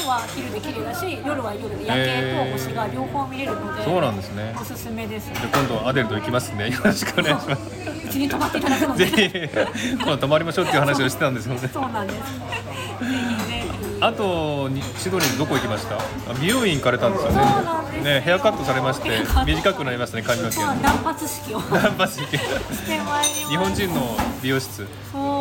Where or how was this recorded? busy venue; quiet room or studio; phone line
busy venue